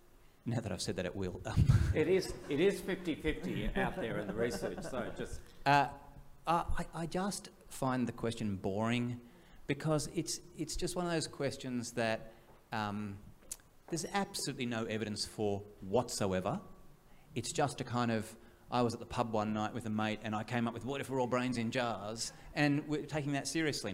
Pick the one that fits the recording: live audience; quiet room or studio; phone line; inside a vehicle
live audience